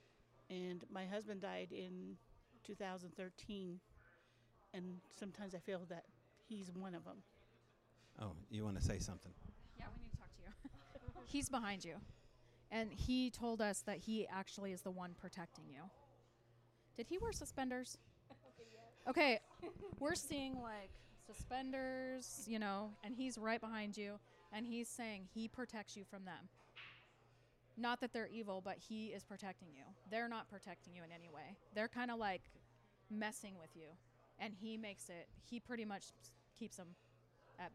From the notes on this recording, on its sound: The darkened corner of the pubs connected bookstore where the Strange Brau Radio Live "after show" continues the conversations. The lively discussion that can only be had with like minded attendees, speakers and maybe even a few ghost.